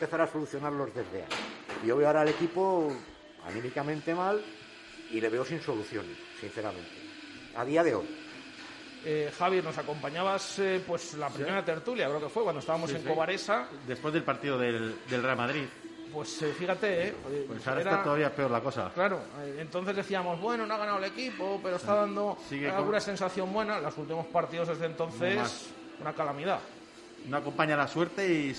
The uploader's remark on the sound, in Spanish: en directo desde el KOKOMO Sports Bar Santos Pilarica